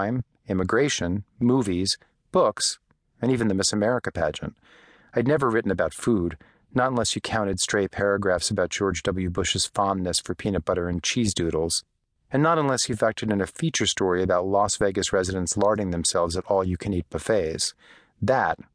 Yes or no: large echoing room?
no